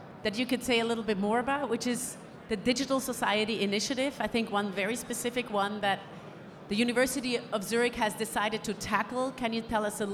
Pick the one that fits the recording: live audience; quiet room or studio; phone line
live audience